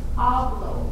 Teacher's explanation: Now be careful that you don't stress that O. Don't say hablo, it's hablo.